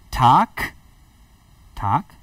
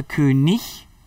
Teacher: das G am Ende eines Wortes, unterschiedlich ausgesprochen wird nach der Norm, nämlich Tag, Tag mit K ausgesprochen, aber König mit G mit Ch ausgesprochen